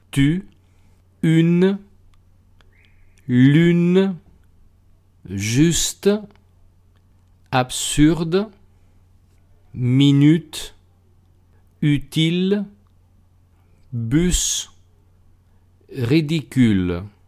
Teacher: tiene que estar muy muy cerrada la boca, casi como si fuéramos a silbar, pero en ese momento decimos una I · Term: sonido U